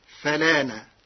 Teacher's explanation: قرأ ورش كلمة فالآن بنقل حركة الهمز إلى الساكن قبلها فتصير فلانا مع ثلاثة البدل، وهي من لغات العرب.